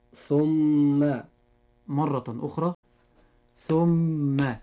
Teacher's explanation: حرف الميم هذا يجب إظهار غنه بمقدار حركتين · Term: غنة